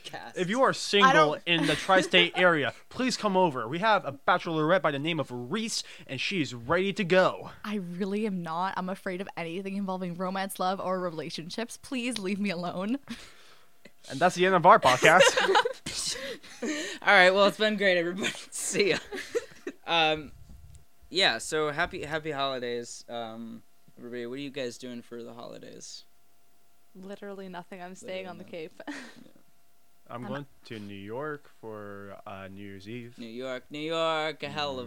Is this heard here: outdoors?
no